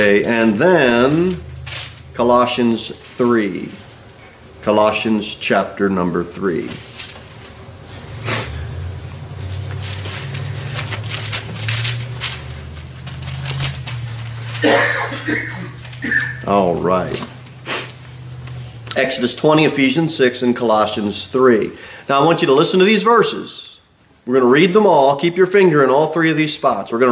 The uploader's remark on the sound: Sermon delivered at Pilgrim Baptist Church on Sunday, December 3, 2023, at 2:15 pm. Jere Whitson Rd.